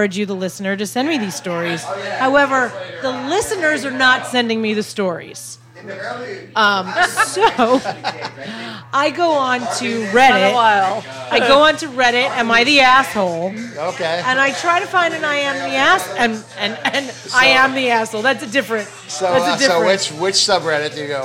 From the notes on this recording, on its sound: on a loud night at Hinterlands Bar